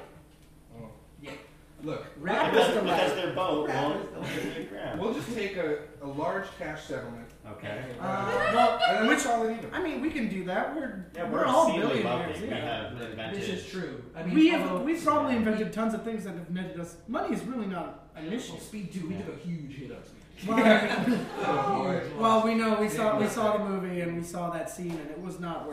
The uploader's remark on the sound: The first ever live show.